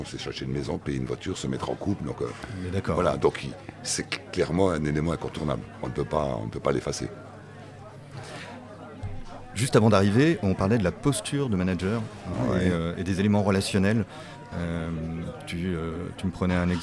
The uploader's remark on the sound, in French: Nous remercions le restaurant Vinevietable à Levallois-Perret de nous avoir accueilli pour cet enregistrement. Nous remercions le restaurant Vinevietable à Levallois-Perret de nous avoir accueilli pour cet enregistrement.